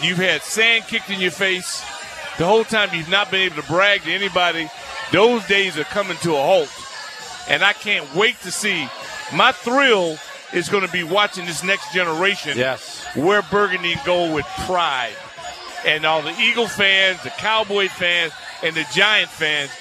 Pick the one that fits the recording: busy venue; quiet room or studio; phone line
busy venue